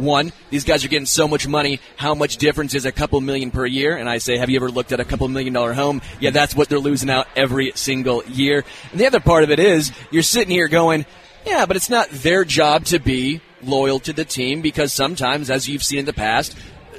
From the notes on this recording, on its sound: LIVE from Hollywood Casino!